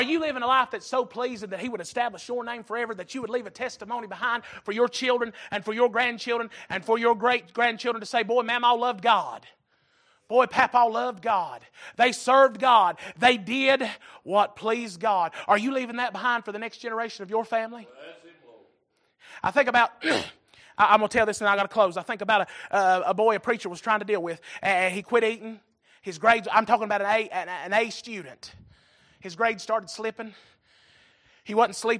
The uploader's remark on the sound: Recorded January 22, 2023 - Sunday Evening Service